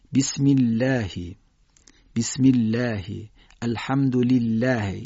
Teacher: اما اگر قبل از کلمه الله کسره آمده باشه درشت ادا نمیشه. مثلا کلمه بسم الله میگیم بسم الله، بسم الله، الحمد لله، اینها نازک ادا میشه.